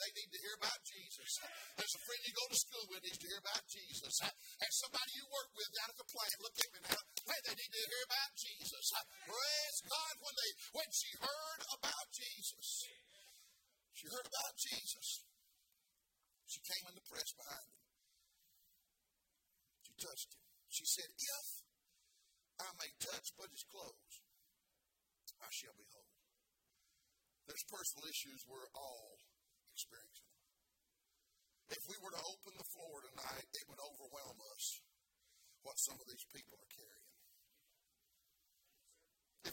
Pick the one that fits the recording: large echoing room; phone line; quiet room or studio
large echoing room